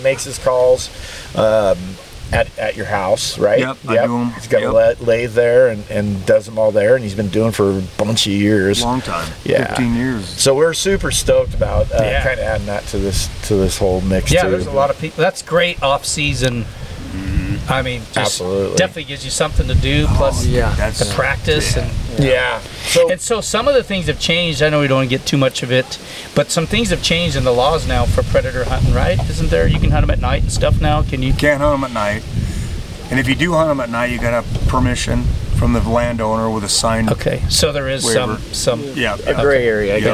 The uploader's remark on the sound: We filmed this outside, the wind was blowing a bit, so there is a high probability of some background noise